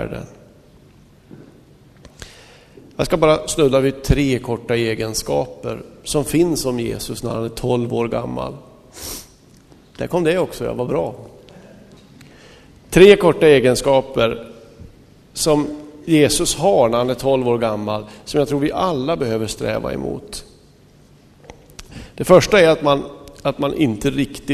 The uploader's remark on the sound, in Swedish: Inspelad i Smyrnakyrkan, Göteborg 2005-05-08.